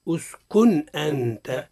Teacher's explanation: يعني أظهرنا النون من غير غنة · Term: الإظهار